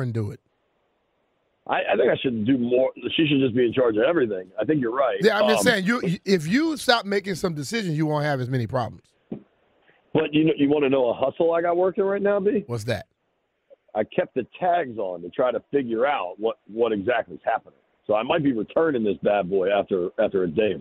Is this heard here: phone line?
yes